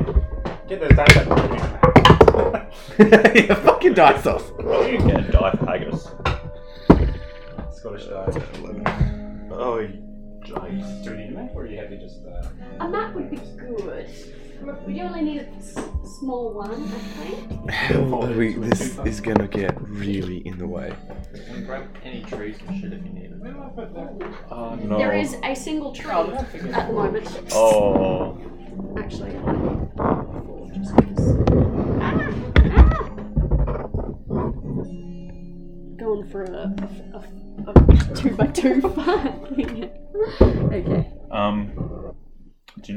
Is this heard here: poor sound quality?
yes